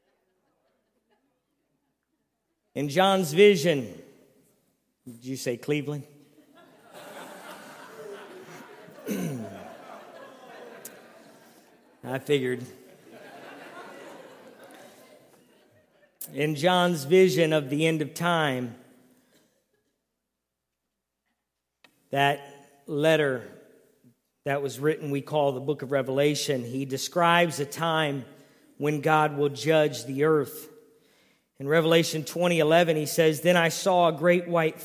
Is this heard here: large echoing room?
yes